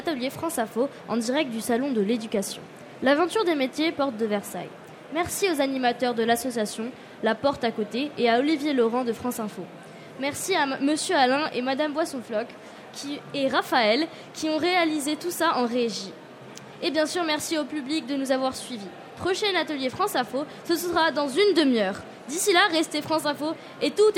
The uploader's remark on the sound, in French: Emission en direct du salon européen de l'éducation sur France Info !